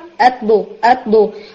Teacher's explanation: टिप को हिट करके वापस पलटाएं, उसको बाउंस करें, जैसे बॉल का बाउंस होता है ना इस तरह से. इवन ये साकिन होगा तो भी ऐसे ही होगा, अत दो अत दो, और मुतहर्रिक होगा तो भी मखरज को आपकी टंग छोड़ देगी, यानी मखरज के साथ स्टिक नहीं रहेगी.